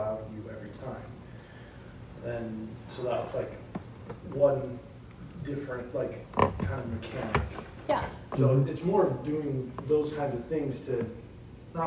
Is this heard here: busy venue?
yes